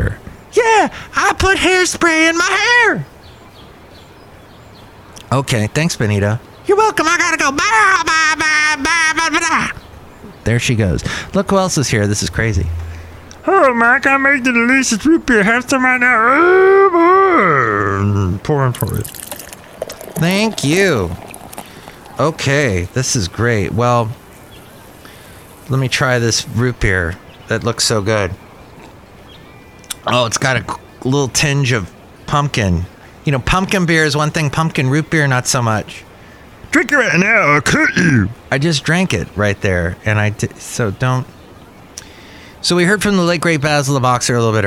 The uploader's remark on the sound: podcasts live from Cafe Anyway